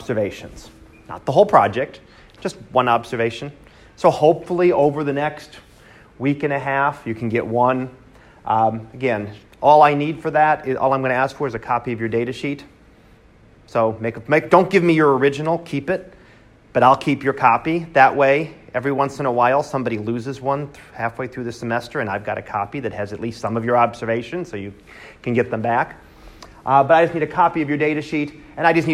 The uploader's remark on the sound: Live Class Lecture